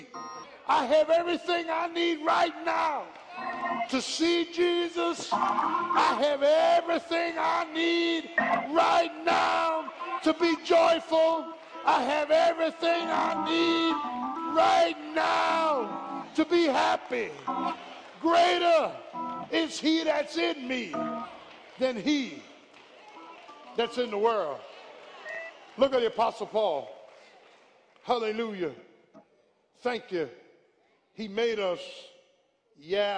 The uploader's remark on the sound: live, Communion Sunday